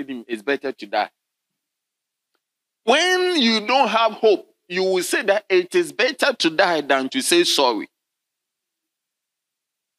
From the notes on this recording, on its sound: Sermon delivered on Sunday, June 25, 2023, at LCI Mega-Church in Cape Town, South Africa.